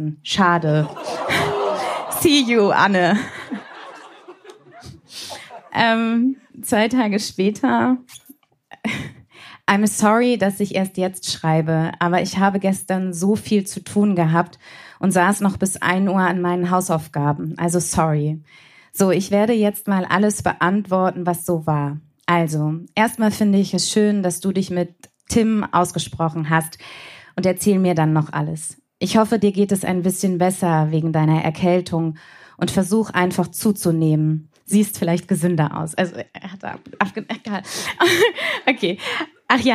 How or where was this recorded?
live audience